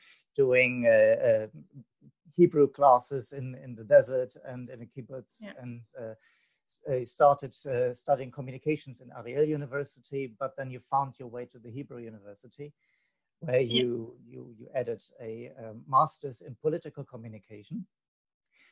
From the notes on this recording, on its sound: This podcast was recorded via ZOOM app.